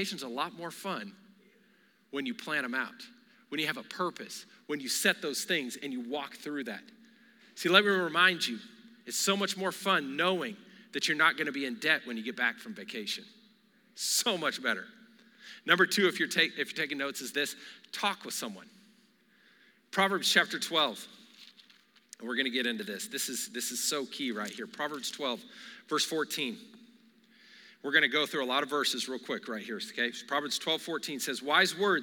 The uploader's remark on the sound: Recorded live during our Wednesday night service